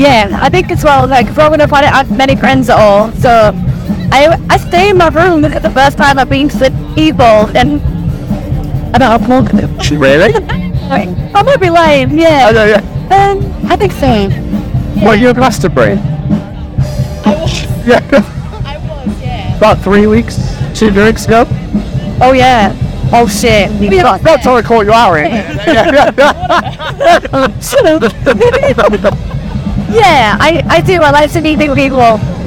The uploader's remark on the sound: From our 'Live from 2000 Trees 2023' series.